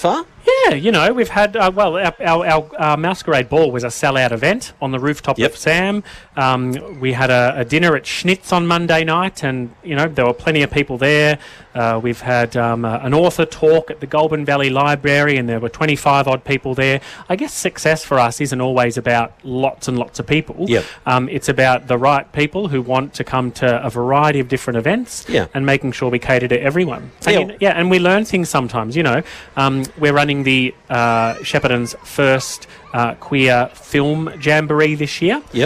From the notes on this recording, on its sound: One FM Outside Broadcast from the Out In The Open Festival. A special outside broadcast live from the 2023 OUTintheOPEN Festival Carnival Day from the Queen's Gardens in Shepparton.